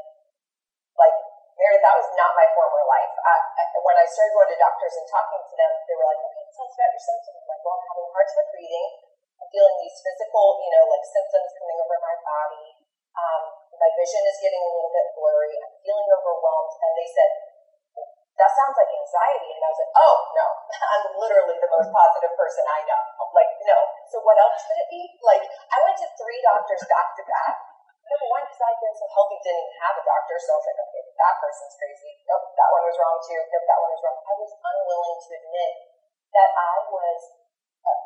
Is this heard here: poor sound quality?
yes